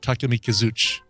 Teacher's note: in Japan, you don't actually put any emphasis on any syllable